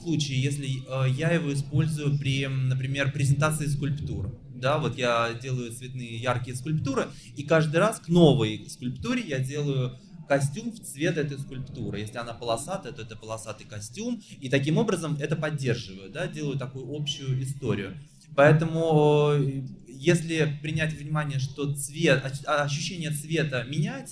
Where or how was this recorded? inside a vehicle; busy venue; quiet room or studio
busy venue